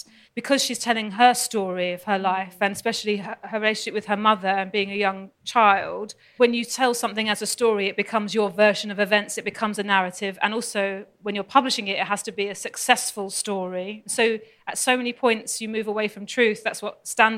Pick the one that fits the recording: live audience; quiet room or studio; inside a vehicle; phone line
live audience